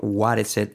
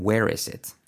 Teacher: Fijaros que es la única diferencia prácticamente es el diptongo wa frente a we